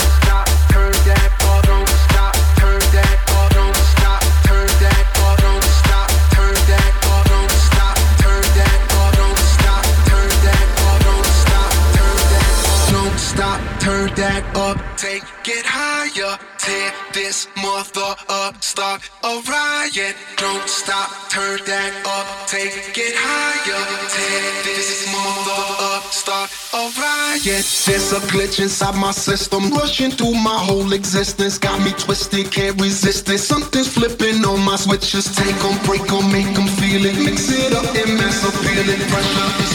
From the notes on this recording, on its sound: Recorded live on the Funktion One Stage at Breakfast of Champions. I was also really stoked on the opportunity to open up the main, outside sound system and get the street party started. We had a few technical glitches during my set - a short circuit in one of the cords meant that the power went out a few times, but luckily, with two minor edits I have been able to salvage my entire mix so that it sounds seamless.